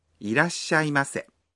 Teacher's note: You stop your breath for one beat after ら。